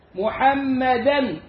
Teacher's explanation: الميم في اسم محمد عليه الصلاة والسلام حرف أغن مشدد. اسمهم في أحكام التلاوة النون والميم المشددتان.